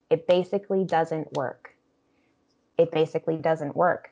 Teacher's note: I'm rushing through those unstressed syllables in basically, and I'm drawing out this the stressed syllable in work.